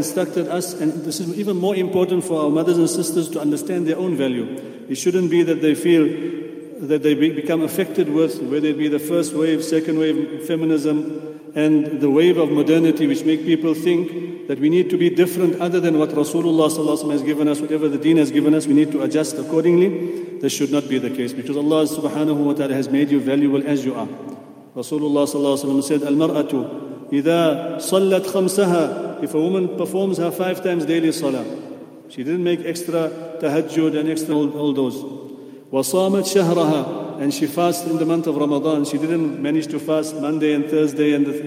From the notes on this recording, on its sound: at the houghton Houghton masjid